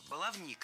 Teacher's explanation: В этом слове ударение ставим на третий слог – баловник.